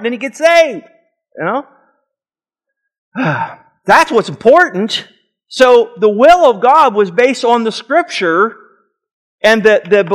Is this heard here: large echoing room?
yes